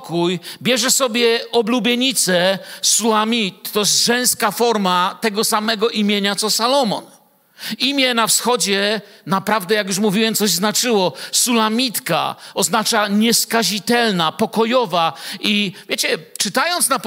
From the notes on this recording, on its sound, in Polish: Wykład nagrano podczas wieczoru z Biblią w Kościele „Filadelfia” Bielsko Biała